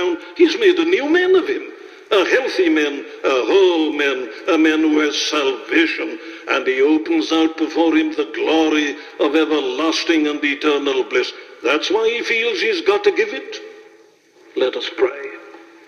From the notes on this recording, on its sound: Preached this sermon at a Baptist Church in Ohio. It was broadcasted on radio and made into an album.